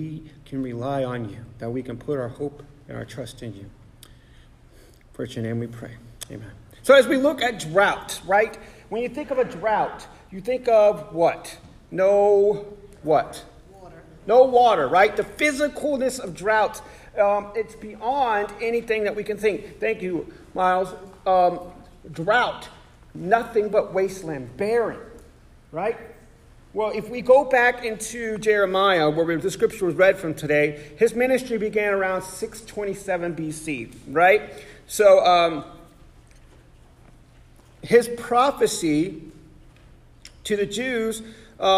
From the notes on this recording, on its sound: Sermon preached on November 12, 2023 at The Salvation Army Augusta Kroc